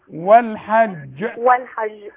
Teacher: والقلقله هنا بتكون ابين. ليه ابين؟ علشان الجيم دي اتنين جيم، لان الحرف اللي عليه شده